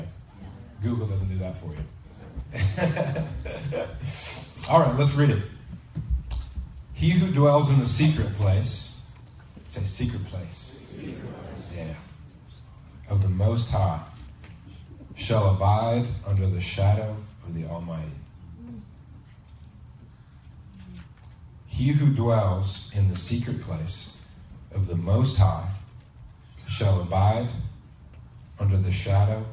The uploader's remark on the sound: Please excuse the poor quality of this recording. We had some technical difficulties this Sunday.